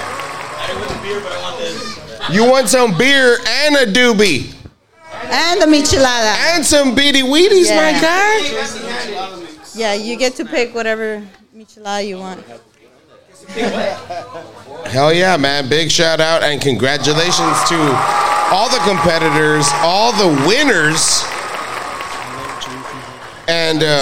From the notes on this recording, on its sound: We are live from The Landmark on Tower for our live 420 event. We try some beers, talk to guests and have some contests.